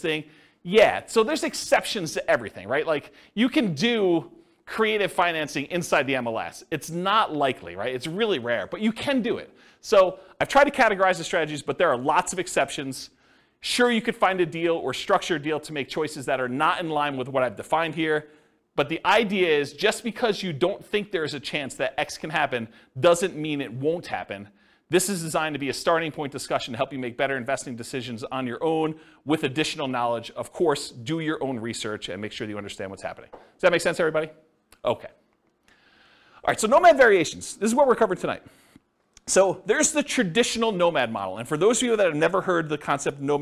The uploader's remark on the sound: This was a live class recorded